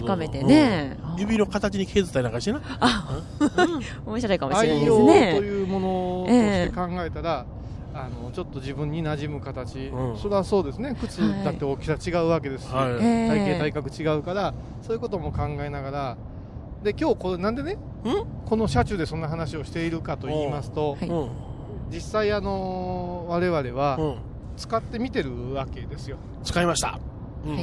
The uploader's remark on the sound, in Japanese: 今回は、帰りの車の中からお送りします。車のエンジン音がBGMです。